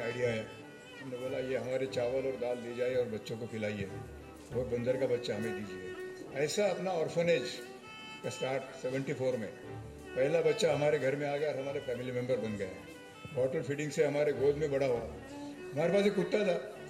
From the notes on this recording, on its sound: At the Bhiwani Children's Literature Festival 2020